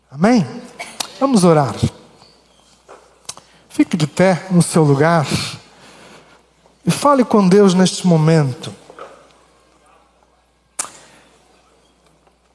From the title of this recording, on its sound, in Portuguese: Culto Ao vivo IBMorumbi